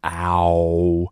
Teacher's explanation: ow,这个双元音也是要张大嘴巴在空中画圈的，只不过它最后呢没有往 e 那个方向走，它往 u 的那个方向走了。